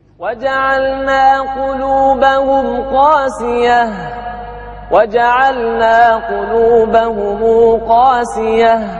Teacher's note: الباقون يقرؤونها بمد بالمد بحرف المد اللي هو الألف مع تخفيف الياء قاسية